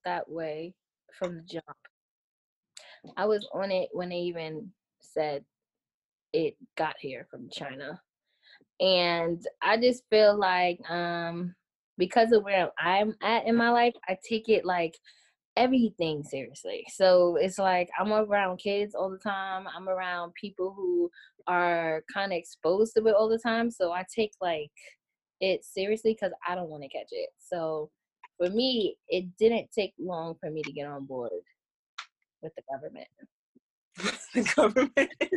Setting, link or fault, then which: link, video call